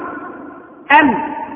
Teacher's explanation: ويخرج من طرف اللسان مع ما يحاذيه من لثة الأسنان العليا للمظهرة · Term: النون